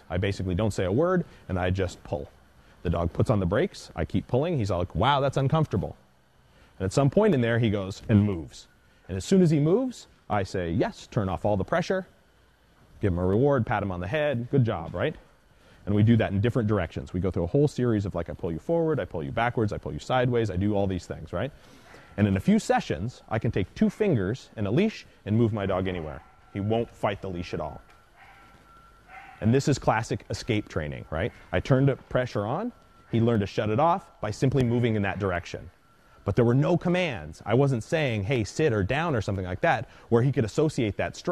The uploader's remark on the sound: This is part of a lecture. On the opening morning for his two day course on remote collars.